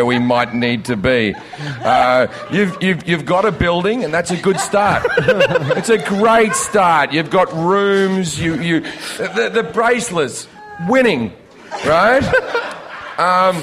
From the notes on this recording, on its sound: This is a special edition of Last Things First, recorded live during Clusterfest 2018 in San Francisco. Comedy Central was kind enough to ask me to host a series of Clusterfest panels for the media that they called fireside chats.